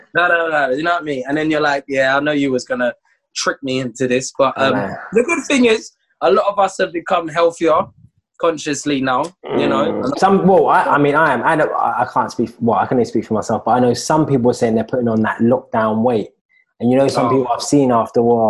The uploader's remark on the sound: Filmed over Zoom